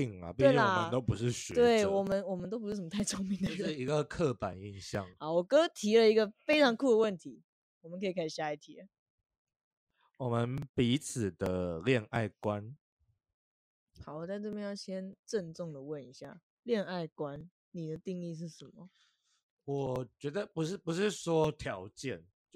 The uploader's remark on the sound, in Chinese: (BETA中可能音質很差)。第一次錄音偏緊張，在此也呼籲大家不要用網頁式錄音軟體，音質爛到^^，我明明就有買麥克風。